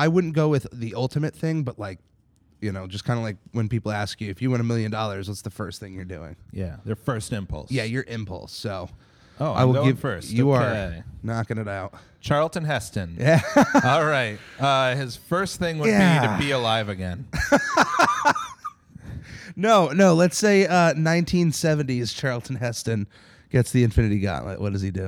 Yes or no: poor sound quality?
no